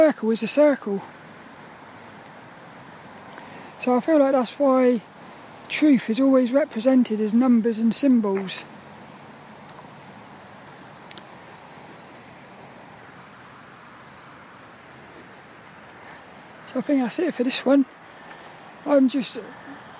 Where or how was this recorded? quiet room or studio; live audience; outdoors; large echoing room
outdoors